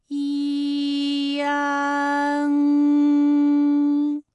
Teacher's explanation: 从前高不圆唇元音一开始，舌位向前低元音啊的方向滑降，舌位只降到半低前元音 i 的位置就开始升高